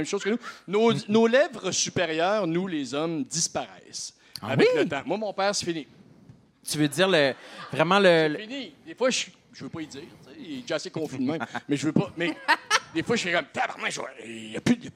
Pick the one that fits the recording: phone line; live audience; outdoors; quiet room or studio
live audience